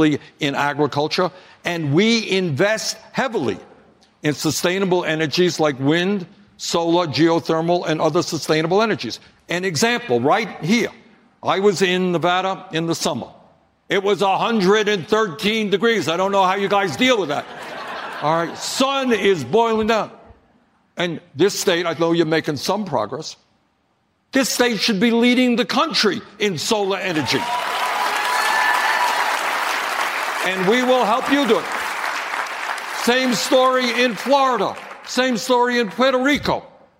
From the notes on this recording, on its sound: a live town hall